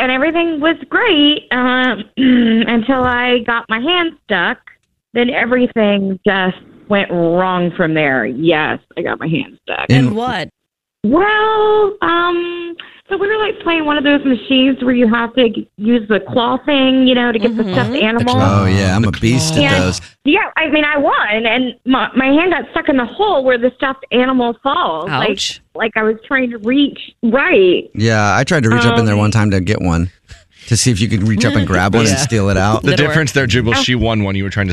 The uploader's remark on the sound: We get that other person on the phone